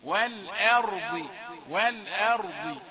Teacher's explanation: لا، نقول والأرض والأرض، حتى إذا وقفنا والأرض فخمت الراء والضاد تفخيما قويا، وأما الهمزة فهي مرققة، لم نسمع على همزة مفخمة أبدا.